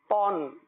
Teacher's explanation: ساتھ پڑھیں گے تو توان نہیں پڑھیں گے تون صحیح ہے میرے ہونٹ گول نہیں ہو رہے کیونکہ دو زبر میں زبر زیر میں ہونٹ گول نہیں ہوتے